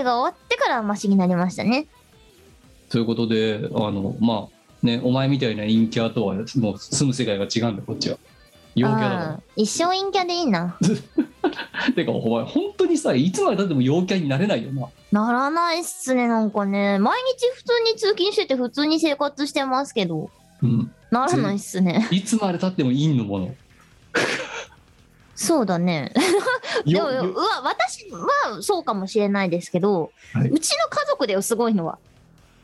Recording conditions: video call